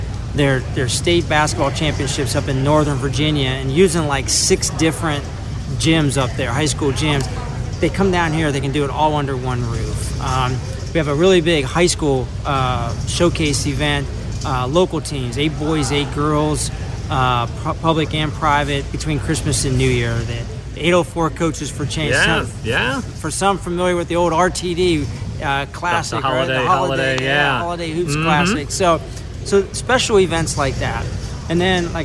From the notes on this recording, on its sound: live from the Henrico Sports and Events Center